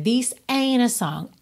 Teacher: você vai do N direto pro A